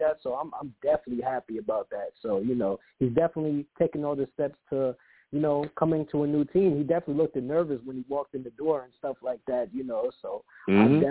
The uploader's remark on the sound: I also take live callers!